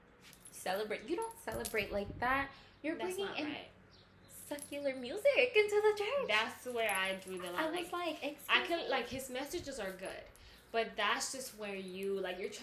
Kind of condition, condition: fault, background noise